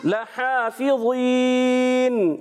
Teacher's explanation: لام کو بغیر کھینچے ادا کریں گے اور اس پر ہا کو ایک الف کھینچ کر ادا کریں گے، کیونکہ یہاں پر کھڑا زبر ہے، کھڑی حرکات کو ایک الف کھینچ کر ادا کرتے ہیں.